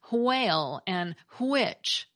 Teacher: people pronounced words like whale and witch with an initial H sound